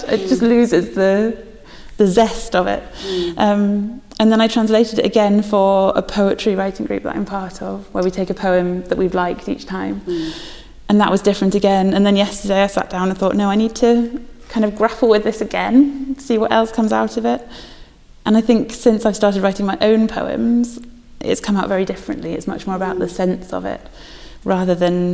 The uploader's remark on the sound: Visited The Poetry Exchange at St Chad's College Chapel in Durham, during Durham Book Festival, in association with Durham University Foundation Programme.